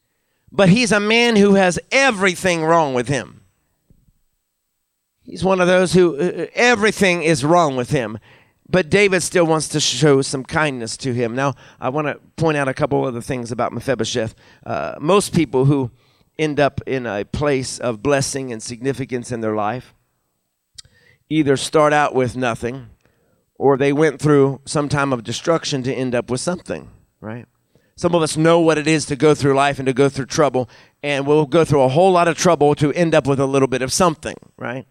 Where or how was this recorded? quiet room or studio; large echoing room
large echoing room